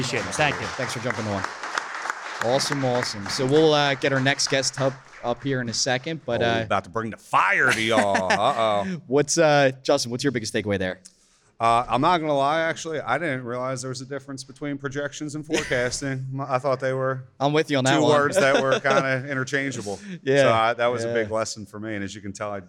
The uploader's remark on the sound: The Millennial Outliers Holiday Special - A Live Podcasting Event! The hosts kick off the show by expressing their heartfelt gratitude for the incredible audience and the amazing venue.